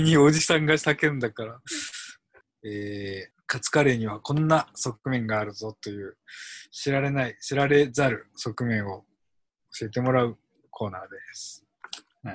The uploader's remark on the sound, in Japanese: 収録地：それぞれの家や職場（zoom収録）